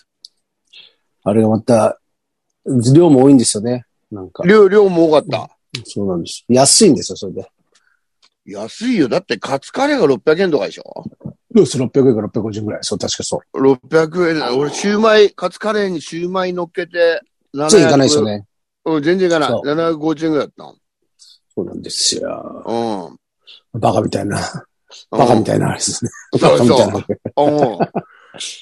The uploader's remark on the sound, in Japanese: ZOOMで収録